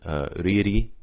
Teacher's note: So the first articulation, which probably is preferred, riri, we get that little tap. It's almost like a D. You hear it sometimes in a British accent, very, very lovely, that very quick tapped R.